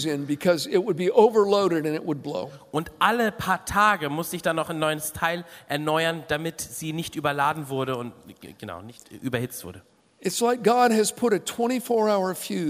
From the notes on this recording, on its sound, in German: aus unserem Gottesdienst